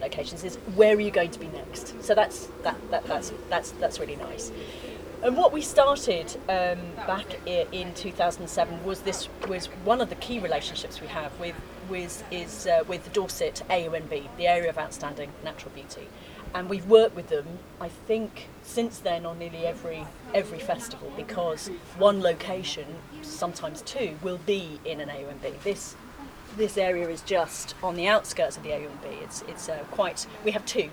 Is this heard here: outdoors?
yes